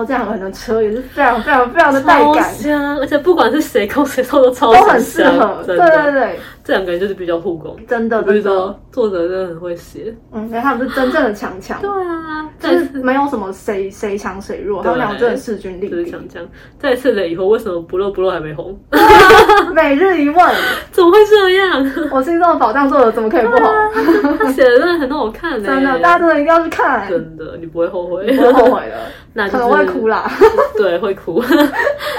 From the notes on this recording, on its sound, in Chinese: 本集原本為手機錄製收音的影片，如果覺得音質不夠清晰。